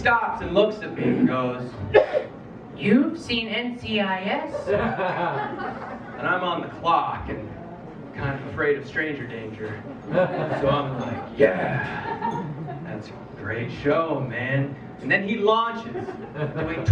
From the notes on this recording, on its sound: High-End Bootleg is a bootleg recording of An Evening of Comedy. At Bar1911 as part of their After Hours Series. Performed before a sold-out audience in Charlottetown, Prince Edward Island.